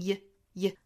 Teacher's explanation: 大家注意这里面它应该是做弱读的这个词应该读成 ye